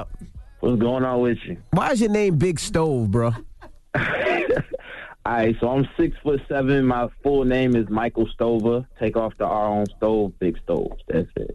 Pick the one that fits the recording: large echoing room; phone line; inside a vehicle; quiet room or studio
phone line